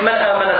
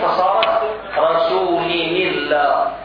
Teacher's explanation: عندنا نون ساكنة بعد النون الساكنة همزة قطع، فلزم من ذلك أن تنقل حركة الهمز إلى الساكن · Term: النقل